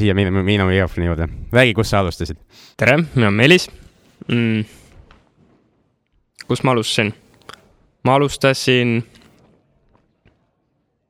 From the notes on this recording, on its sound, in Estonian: Live Cashflow klubis. Kinnisvararaadio esimene Live lindistus toimus 23.10.2012 Radisson Blu hotellis Tallinnas.